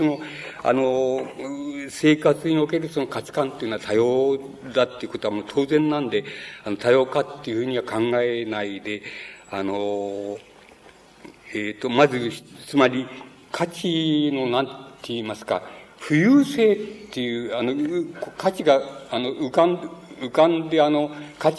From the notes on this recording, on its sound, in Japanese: 場所：山梨県立文学館講堂。山梨県立文学館で行われた シンポジウムにおける講演。音源は主催者提供。